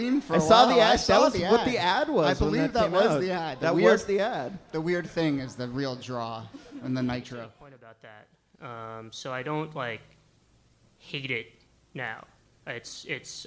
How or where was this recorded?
live audience